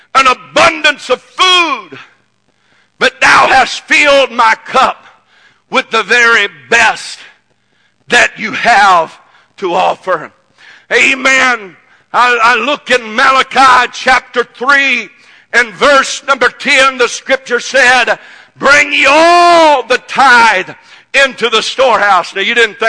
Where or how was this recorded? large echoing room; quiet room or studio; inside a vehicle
large echoing room